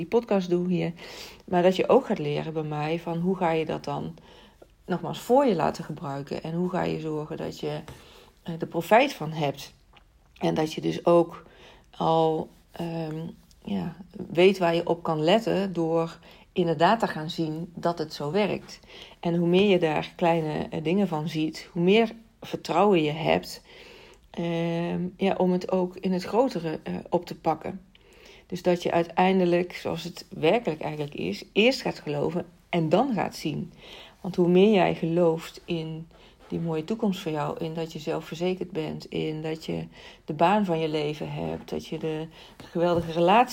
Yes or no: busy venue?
no